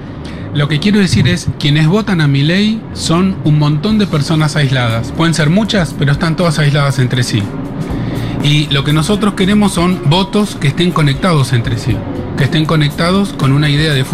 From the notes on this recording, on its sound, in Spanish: Segurola en vivo en Yunta Bar. Futurock FM.